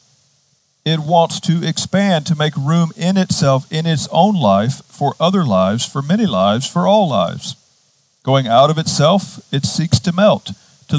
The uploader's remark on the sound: Outdoors this season, outside the Retreat House. On the beautiful and scenic campus of Gordon Conwell Theological Seminary 130 Essex St, South Hamilton, MA 01982.